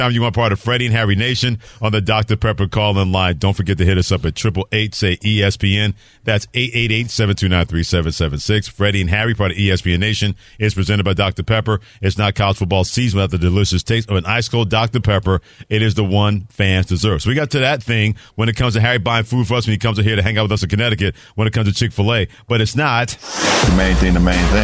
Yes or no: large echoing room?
no